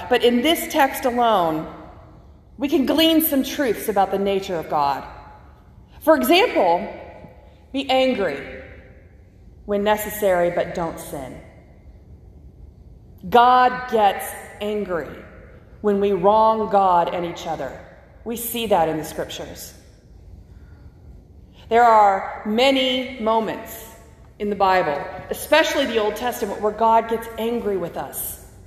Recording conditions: large echoing room